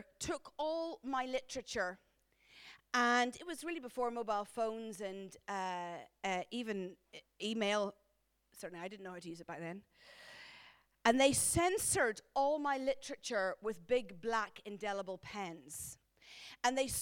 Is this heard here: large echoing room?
yes